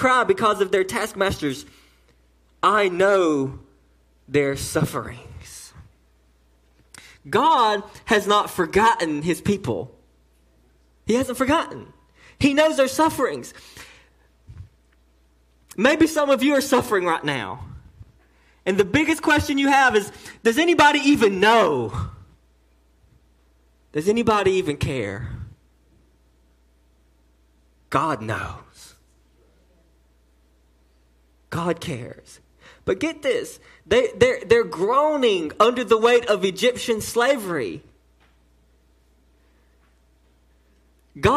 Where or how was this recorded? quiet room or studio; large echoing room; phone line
large echoing room